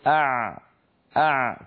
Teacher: لما نقول أع، جربوا لو سمحتم أع، تجدون بأن صوت العين فيه شيء من الامتداد ولكنه ليس امتدادا كاملا